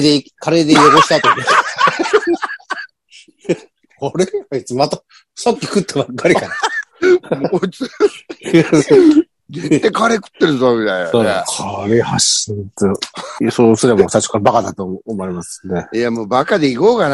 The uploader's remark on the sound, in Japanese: ZOOMで収録